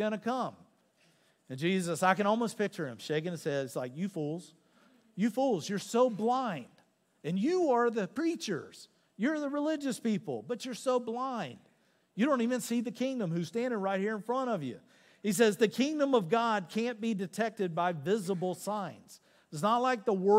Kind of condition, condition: setting, live audience